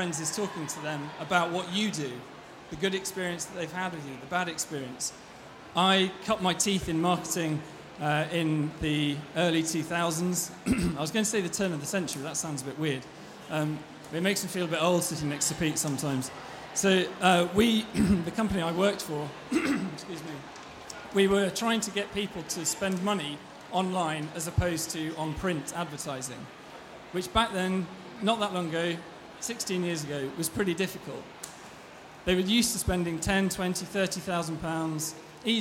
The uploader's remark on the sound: Expo East 2018 discussion panel